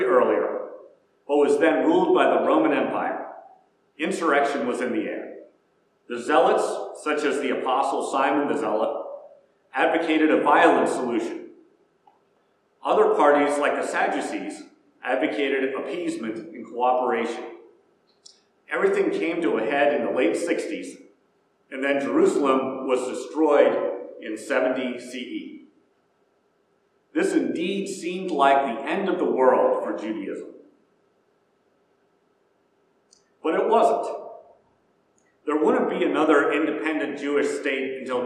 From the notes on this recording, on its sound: Preached at First Presbyterian Church of Rolla.